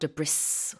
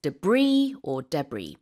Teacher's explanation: But you don't pronounce the S. · Shown in: second take · Nope. So it's not debris.